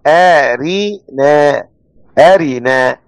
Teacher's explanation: نقلوا حركة الهمزة إلى الساكن اللي هو الراء فصارت آرينا آرينا، فرققت الراء بعد أن كانت مفخمة